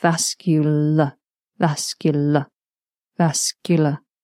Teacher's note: And you may notice that I don't pronounce the final syllable, which is AR. We don't pronounce this as R, vascular, vascular. Instead, it's pronounced as a schwa sound, the uh sound